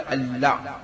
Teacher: أن هنا نون ساكنة أدغمت في اللام، واللام كما ترونها مشددة، فيها النون مدغمة في اللام فهكذا تنطق وتقرأ تكتب لا يرجع.